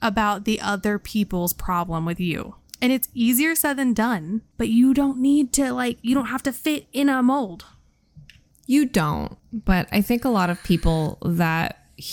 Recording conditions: sounds in the background